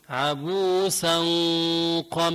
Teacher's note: عندي تنوين بعده قاف، والقاف هي حروف اخفاء، فبيخفي هون التنوين